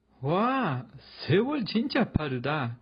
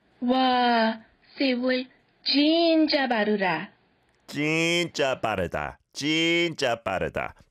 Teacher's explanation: there's two double consonant sounds here for 자 on 진짜. So that has to be said in a strong way.